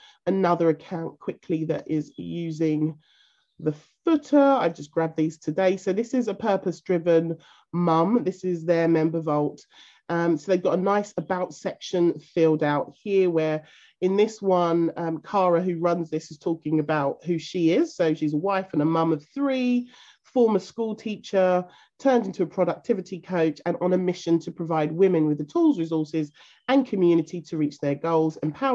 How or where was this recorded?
video call